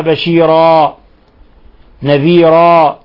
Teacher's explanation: وإذا وقفنا على بشيرا نقرأها بشيرا، نذيرا نبدل التنوين الفتح ألفا